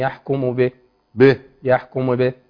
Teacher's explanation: لو وقفت طبعا على به الهمس، همس الهاء